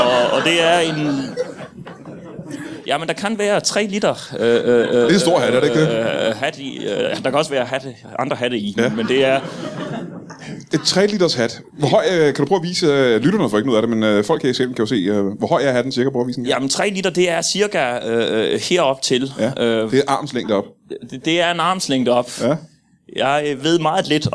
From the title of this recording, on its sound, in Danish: LIVE fra Zulu Comedy Festival